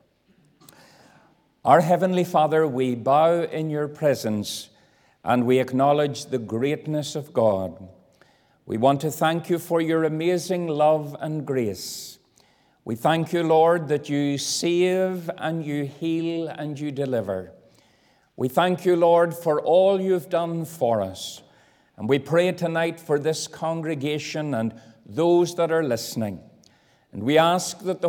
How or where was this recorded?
large echoing room